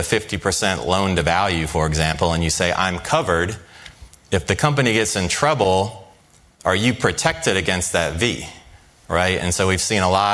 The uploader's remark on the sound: Live from Barings 360